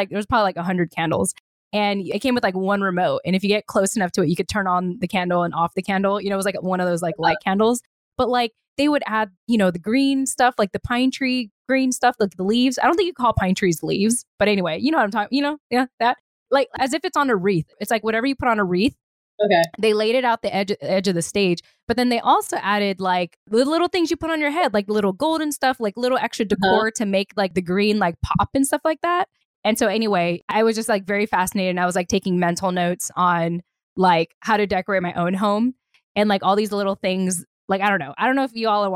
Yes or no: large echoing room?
no